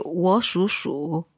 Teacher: So the first 我 was kind of like a second tone